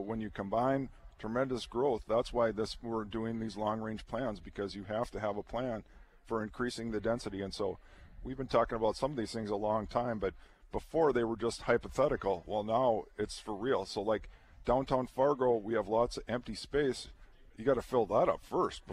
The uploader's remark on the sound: Is broadcasting live from the 41st Annual Red River Basin Land & Water International Summit Conference with the Red River Basin Commission.